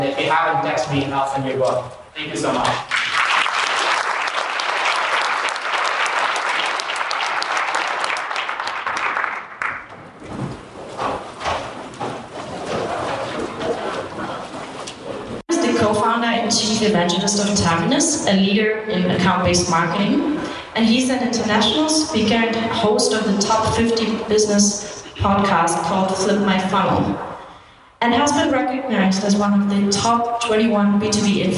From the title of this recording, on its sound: LIVE from INBOUND 2019